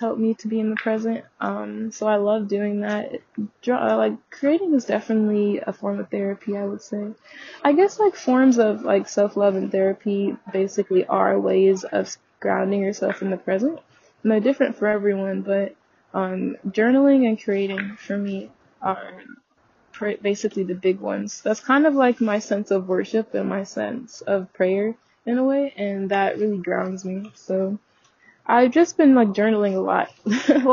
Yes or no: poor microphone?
yes